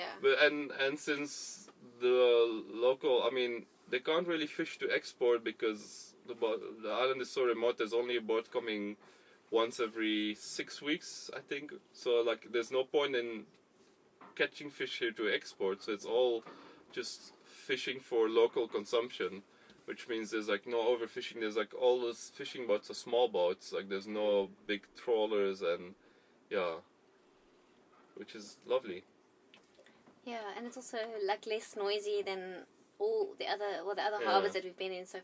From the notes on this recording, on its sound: Recorded while at anchor at St Helena. Our 31 foot (9.3 meter) long boat. The specs of our little sailboat, a Morgan 31.